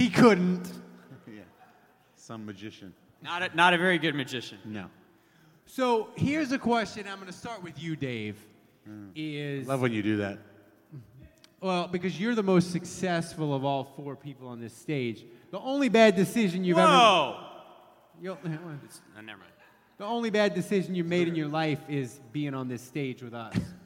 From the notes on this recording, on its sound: LIVE SHOW at Tracey's In Irish Channel. Saints Happy Hour did a live show at Tracey's! Basically had a blast with a live audience.